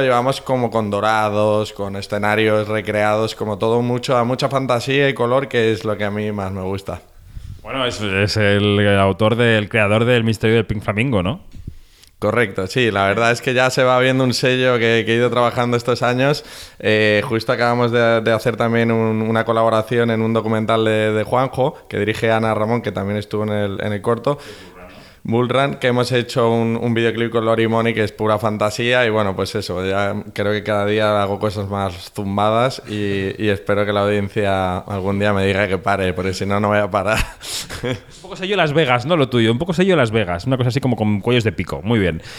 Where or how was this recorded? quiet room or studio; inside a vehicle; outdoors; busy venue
busy venue